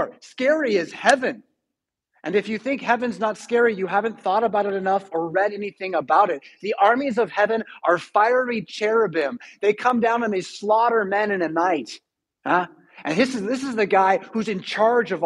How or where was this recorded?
large echoing room